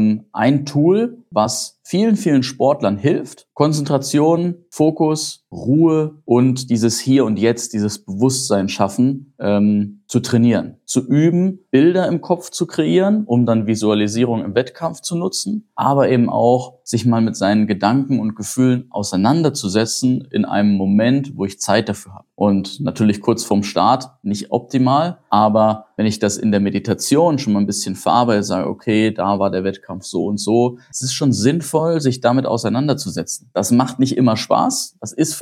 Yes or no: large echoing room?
no